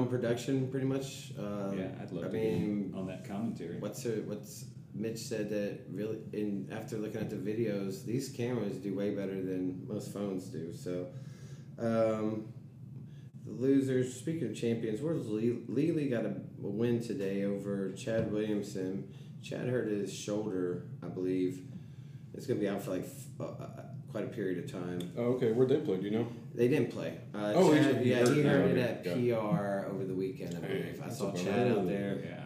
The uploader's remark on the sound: We are still working on our sound, this has been one big learning ball of amazing fun.